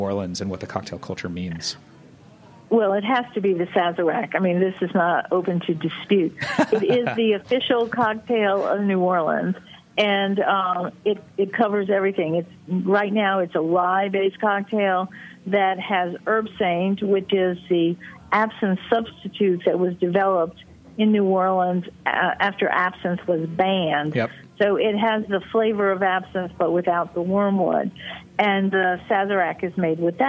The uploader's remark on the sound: by phone